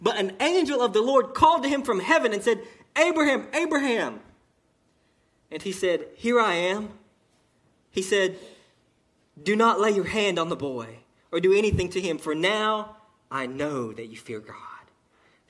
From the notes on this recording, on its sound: sermon delivered to Cottondale Baptist Church in Eastman, GA on 9/30/18 during the 11am service